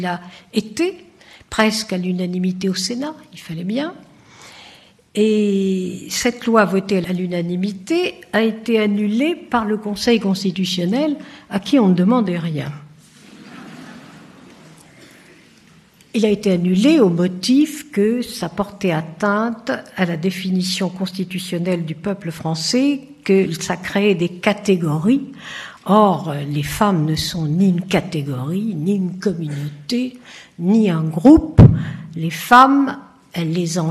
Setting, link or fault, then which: setting, live audience